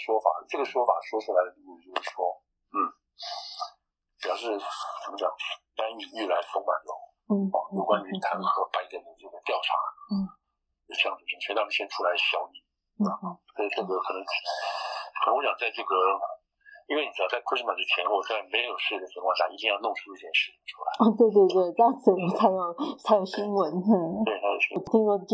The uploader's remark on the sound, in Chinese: 對不起，音質應該下次就會改善了